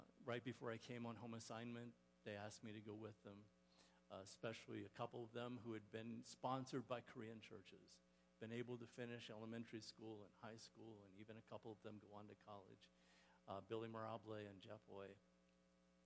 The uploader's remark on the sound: Woodland Life Church Live